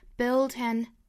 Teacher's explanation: 这三个单词是有两处连读的，都是辅加元连读